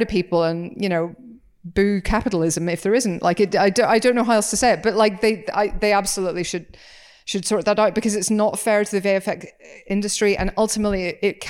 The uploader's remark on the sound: Live At Pilot 200. At Kings Place, London, in front of a live audience as part of the Pilot TV Podcast's 200th episode celebrations. Oh, and there's a live appearance from a certain orchestra that simply has to be heard to be believed. This is a live show, so be prepared for all that comes with that.